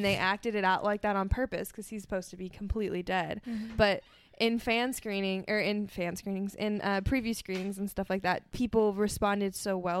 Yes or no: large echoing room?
no